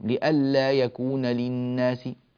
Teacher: تأتي الهمزة فيها محققة